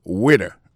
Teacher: accent tombé sur premier syllabe